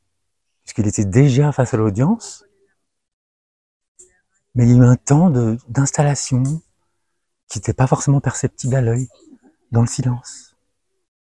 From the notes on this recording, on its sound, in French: Sessions en direct de 2020 par téléconférences